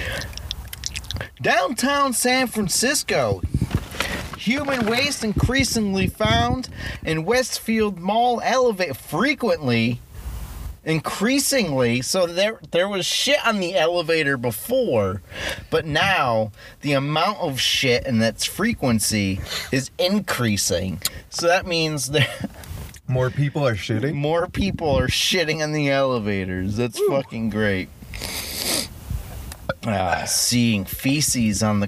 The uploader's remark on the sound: This episode was recorded at Cheshire Lake in the car.